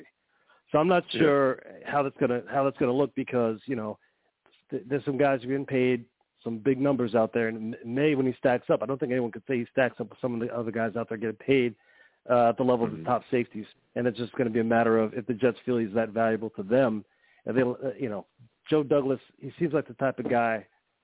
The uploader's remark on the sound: I’ll also take live callers!